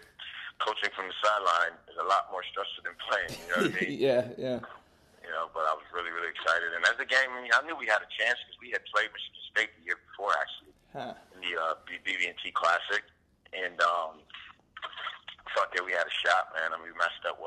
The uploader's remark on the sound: We talked on the phone and he told me all about it.